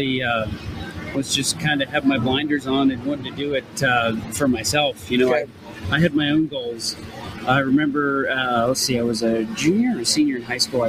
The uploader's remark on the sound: Right Off Track is quite actually 'off track' as we are live from the pits of Elite Motorsports from the Vegas 4 Wide NHRA Nationals.